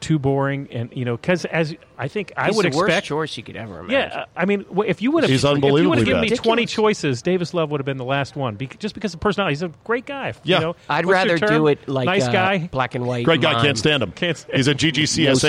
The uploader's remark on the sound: Taped live at GolfDom Golf in Tyson's Corner, VA.